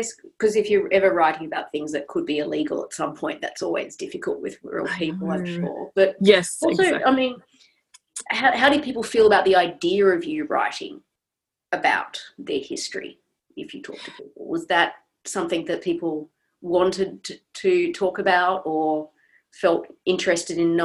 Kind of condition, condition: link, video call